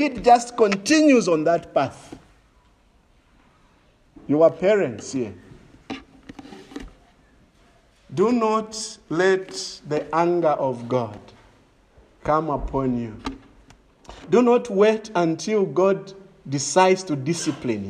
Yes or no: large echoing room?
yes